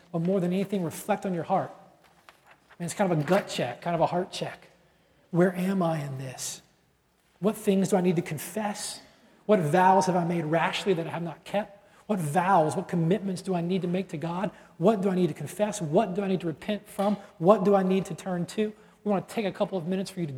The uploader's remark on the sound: at Redemption Hill Church on Sunday, April 18th, 2010